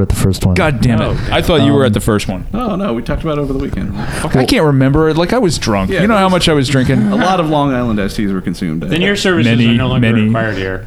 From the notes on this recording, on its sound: Recorded at ProgPower USA